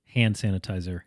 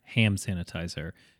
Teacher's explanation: N or ND is still open, like your lips are still open, but M closes. And so when you say the M and then you say like hamburger, you're closing your mouth for M, but you'd be closing your mouth anyway to make the P for B or P.